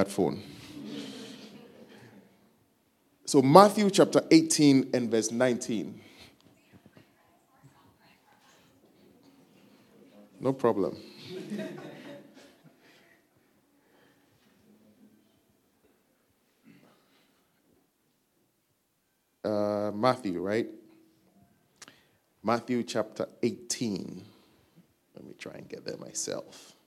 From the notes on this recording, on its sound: Preached at our Faith Encounter Service.